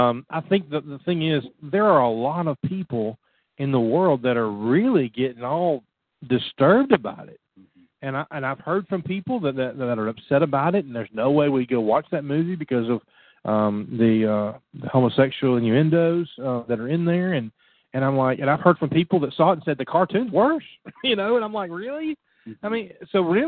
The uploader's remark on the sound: Call in Q & A show.